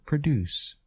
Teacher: in the verb produce, the stress is on the second syllable of the word. The general idea is that in words with two syllables, nouns have stress on the first syllable, and verbs have stress on the second syllable.